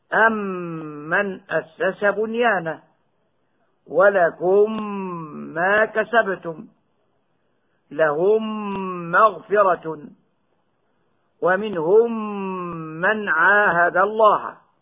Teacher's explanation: أدغمت الميم الساكنة في الميم الأخرى المتحركة وصارت ميما واحدة مشددة. ومعلوم أن الميم متى شددت وجبت الغنة فيها بمقدار حركتين، سواء كانت الميم أصلية أم كانت بسبب الإدغام، كما ننطق بالميم الأصلية وميم الجمع هكذا. · Term: إدغاما صغيرا